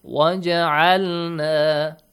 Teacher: But when you read it with waw, Hamzatul Wasl will be skipped. And Jim will be having a bouncing sound.